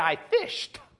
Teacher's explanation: you added ED, you in your mind changed that ED to a T